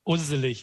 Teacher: Diesen Hinweis trägt das Wort sozusagen schon ein bisschen mit sich rum, vor allen Dingen, weil wir hier die ähm, Kombination Kurzvokal und danach einen stimmhaften, ein stimmhaftes S-Laut usselig. Das ist etwas, was ansonsten in der, in der, im Hochdeutschen nicht sehr verbreitet ist, diese Kombination.